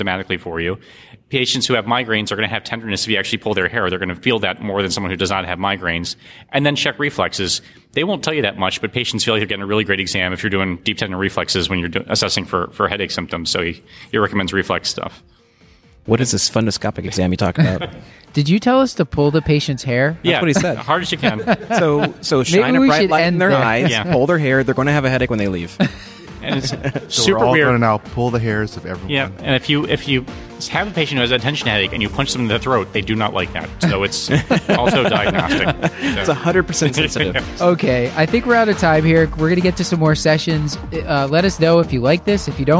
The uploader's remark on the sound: from day 1 of ACP 2018 live in New Orleans